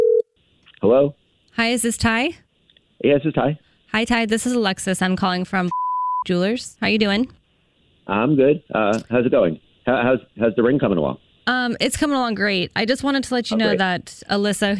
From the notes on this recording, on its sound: Phone Prank.